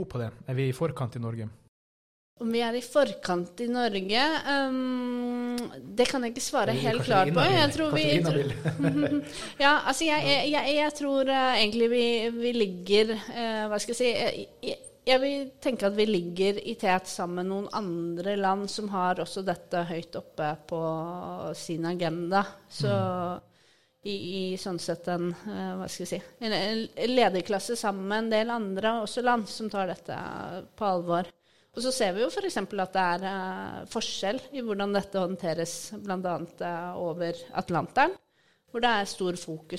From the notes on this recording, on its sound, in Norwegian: SMB Norge Podcasten med sin første live-pod, fra SMB Norges første Bærekraftkonferanse, fra NIO House i Oslo.